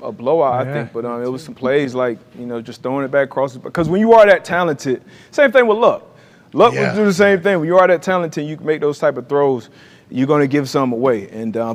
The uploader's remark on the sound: LIVE From The ThunderDome.